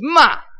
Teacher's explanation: you start at 70, you go down to 30. It's like you're yelling stop at somebody. And so it's ma.